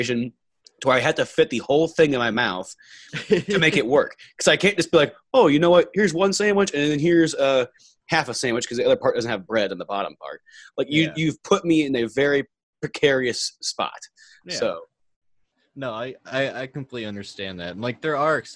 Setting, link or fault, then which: link, video call